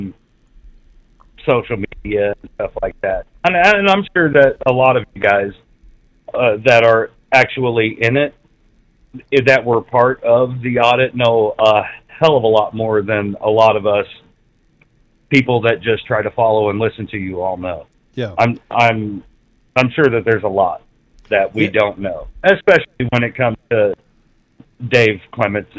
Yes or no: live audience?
no